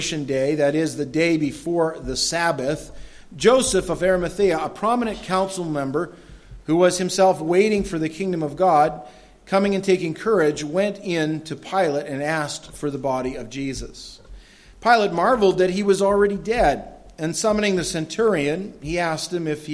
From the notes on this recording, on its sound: This audio sermon entitled, Joseph of Arimathea, was delivered at Madawaska Gospel Church on the morning of July 31, 2016.